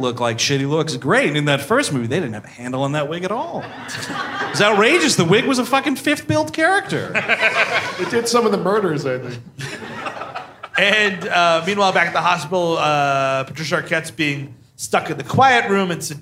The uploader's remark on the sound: Live in Cleveland. At Hilarities in Cleveland, OH.